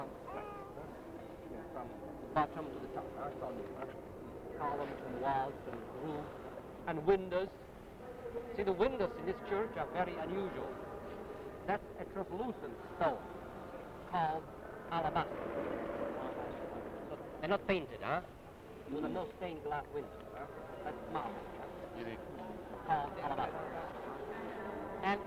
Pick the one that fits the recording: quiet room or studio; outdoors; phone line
outdoors